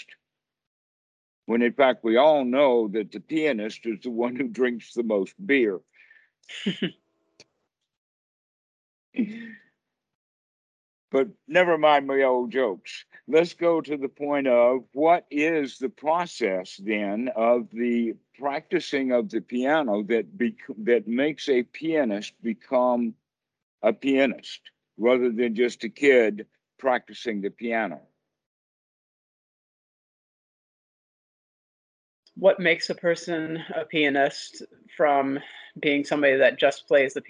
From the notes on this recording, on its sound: skype calls on this channel